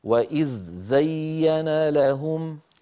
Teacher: مباشرة إلى مخرج الزاي بدلا من أن أقول وإذ زين، و علي أن أنتقل بخفة ورشاقة من مخرج الذال إلى مخرج الزاي دون أن أقلقل الزاي · Term: سكون الذال